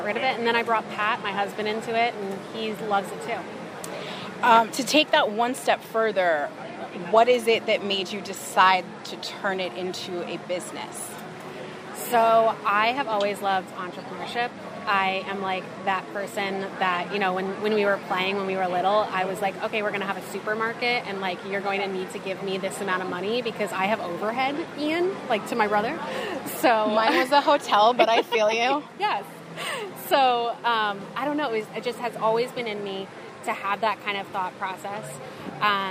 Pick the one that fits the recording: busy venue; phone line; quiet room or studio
busy venue